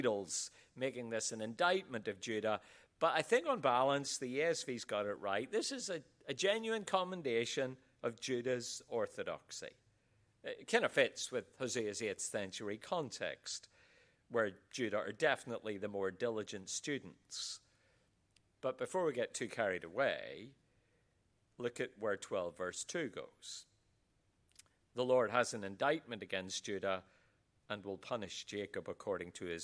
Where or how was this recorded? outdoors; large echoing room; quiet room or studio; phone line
large echoing room